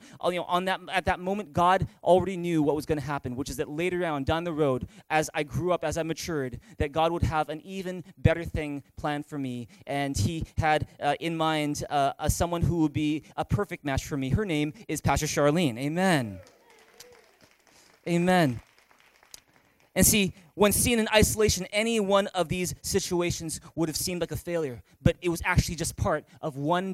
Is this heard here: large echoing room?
yes